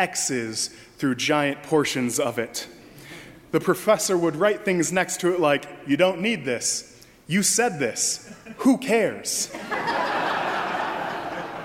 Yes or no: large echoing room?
yes